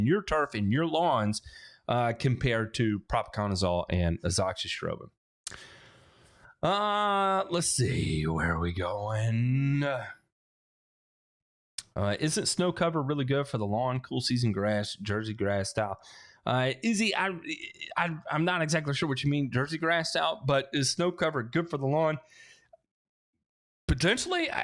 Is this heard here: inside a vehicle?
no